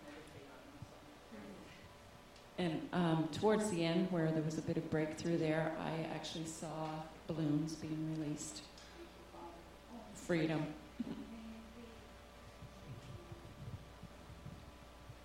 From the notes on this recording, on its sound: This is the recording from the live training session of Gentle Care Prayer Ministry Basic Foundations Training, held on May 28, 2016, at Centre of Hope Victory Church in Kincardine, Ontario. This is the recording from the live training session of Gentle Care Prayer Ministry Basic Foundations Training. At Centre of Hope Victory Church in Kincardine, Ontario. This is the testimony of the recipient immediately following ministry, and the words of encouragement given by others present.